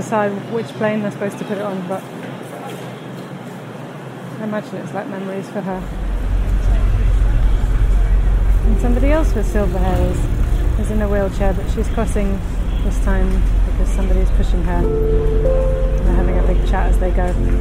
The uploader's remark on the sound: This podcast is recorded in 3D sound! More From King's Cross, Part One. Join her out and about as she captures those small, magical moments of everyday life, in sound. Thanks to 3D recordings, you’ll hear everything she does as if you were right there with her.